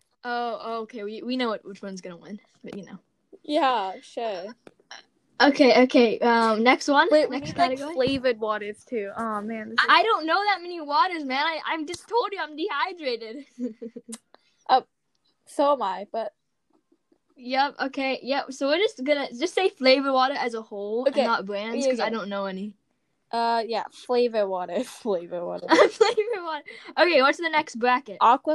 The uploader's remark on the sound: The audio got a little messed up